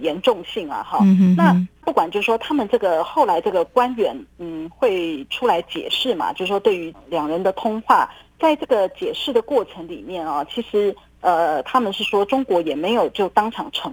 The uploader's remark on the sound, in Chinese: 連線訪問中央社駐上海記者。